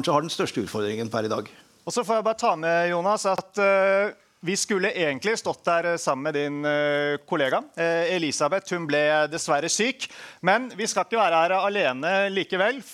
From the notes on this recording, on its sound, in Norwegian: Forrige uke hadde vi en live podkast fra DNB Nordic Healthcare konferansen om radiofarmasi.